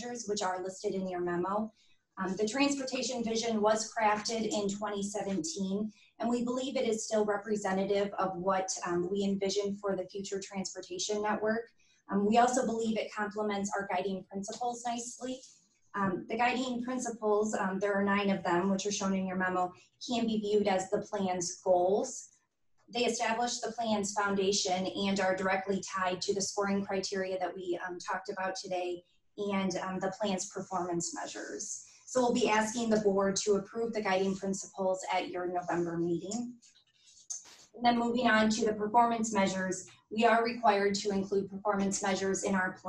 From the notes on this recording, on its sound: Zoom meeting.